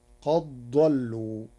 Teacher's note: قرأ ورش قد ضلوا بإدغام الدال في الضاد، فتصير قد ضلوا لقربهما مخرجا